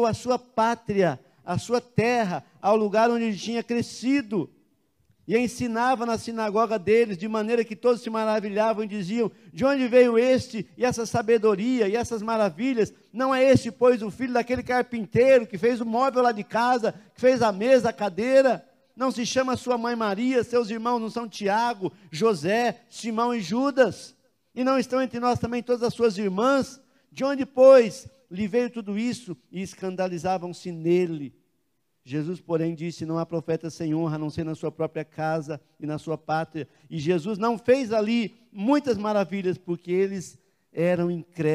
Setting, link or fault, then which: setting, large echoing room